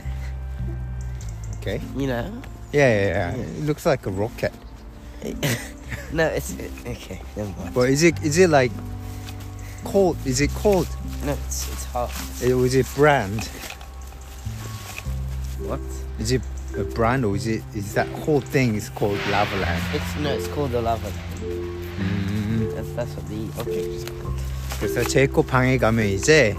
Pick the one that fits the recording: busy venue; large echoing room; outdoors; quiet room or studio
outdoors